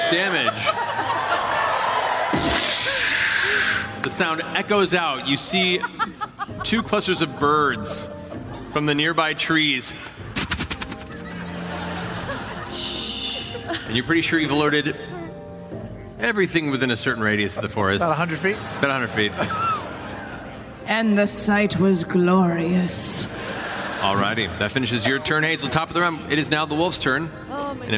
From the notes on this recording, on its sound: Live from the Bass Concert Hall in Austin, TX